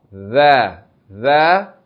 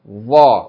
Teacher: Both of them are from the same place, but tha is a light sound, va is a heavy sound, velarized.